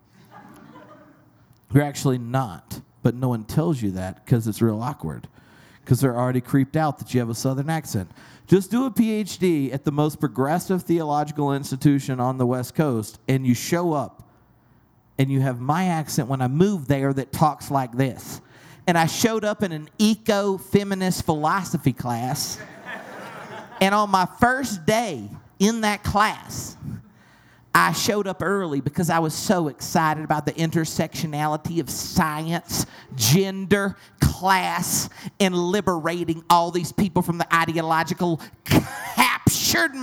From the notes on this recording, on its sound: LIVE at Grandma's House Brewery. LIVE at Grandma's House Brewery , the Denver Brew Theology community kicked off a #TheologyBeerCamp pregame special.